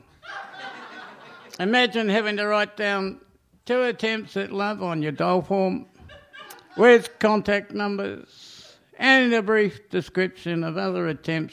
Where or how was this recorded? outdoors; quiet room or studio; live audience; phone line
live audience